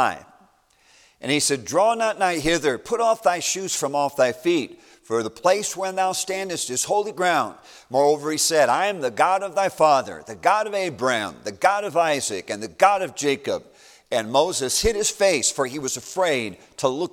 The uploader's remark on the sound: A message preached as a part of the New Life Meeting at Baptist College of Ministry